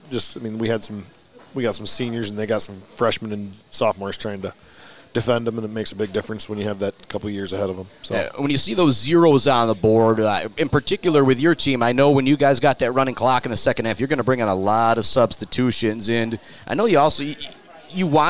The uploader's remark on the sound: live from The Bird Bar and Grill